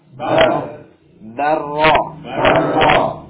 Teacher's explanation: jadi cukup dengan dua getaran, ya, ketika tasydid, dua getaran, enggak sampai darro. · Term: huruf ro